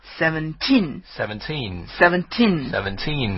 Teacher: 那么17重音在后，我们读的是 seventeen.